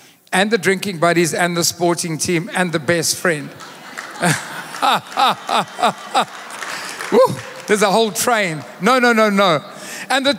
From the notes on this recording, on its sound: Recorded live on Sunday 20th August the 2023